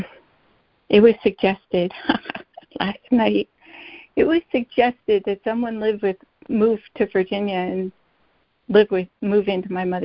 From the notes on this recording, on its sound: ACIM Daily Conference Call